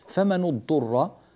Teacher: النون هنا مضمومة للتخلص من التقاء الساكنين وكون الفعل بعدها ثالثه مضموم، وأصله اضطرر.